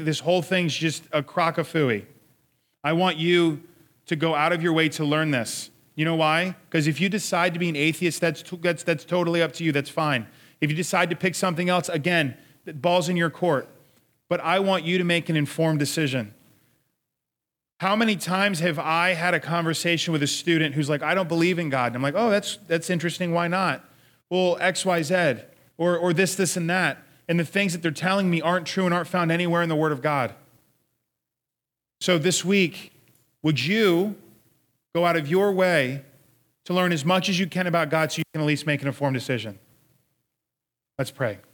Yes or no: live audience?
yes